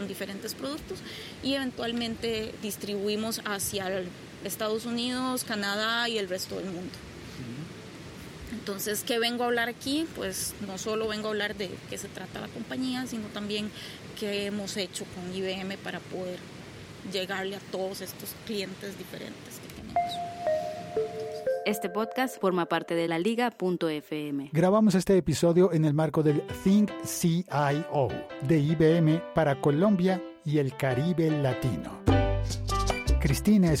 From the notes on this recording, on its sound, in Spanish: Un episodio podcast grabado en una playa mexicana, con una costaricense y un colombiano conversando.